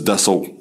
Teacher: So it is basically da, sol, but the T disappears, and I'm quoting it directly, let the T disappear into the back of your mouth.